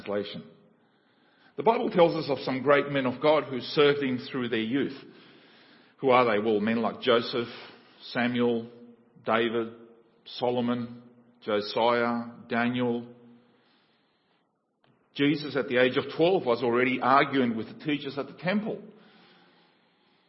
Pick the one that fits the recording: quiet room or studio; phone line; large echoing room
large echoing room